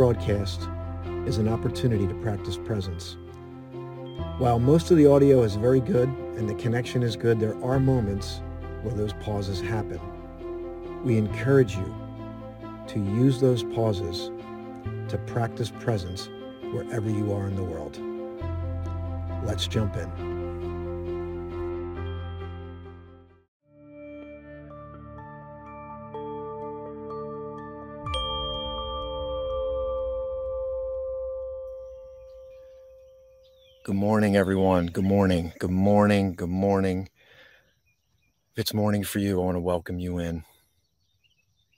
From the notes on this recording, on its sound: This Episode originally streamed live on location at Arney's Mount Trails - Columbus NJ. The audio from this podcast was taken directly from this live stream.